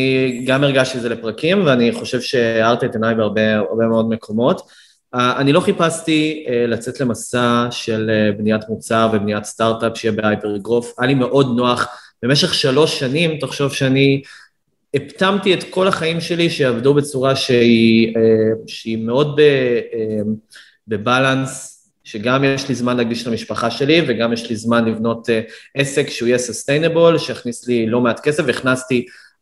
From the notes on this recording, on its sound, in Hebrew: הפרק הוקלט דרך הזום.